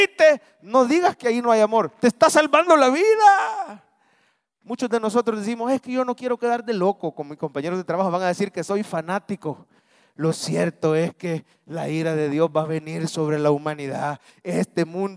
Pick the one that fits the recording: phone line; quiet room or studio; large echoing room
large echoing room